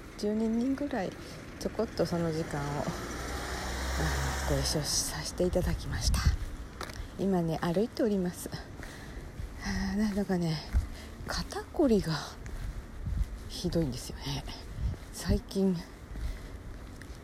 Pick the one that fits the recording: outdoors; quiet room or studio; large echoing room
outdoors